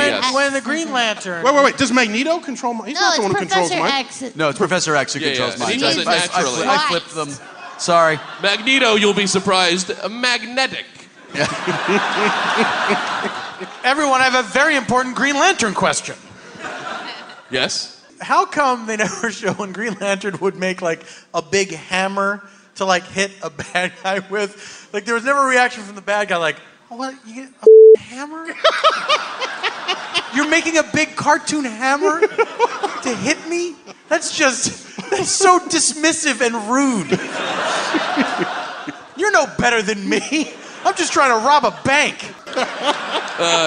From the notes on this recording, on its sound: In the second half of our live show at the Neptune Theatre in Seattle.